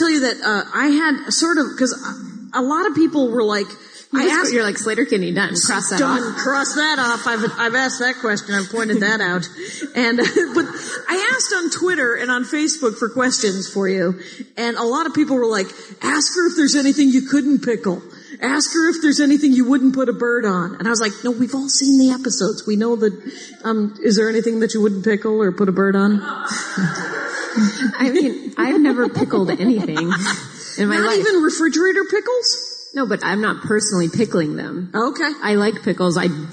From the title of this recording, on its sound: Live from Portland